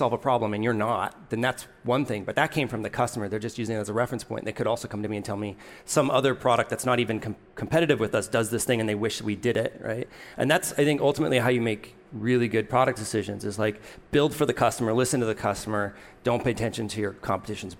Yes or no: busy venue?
yes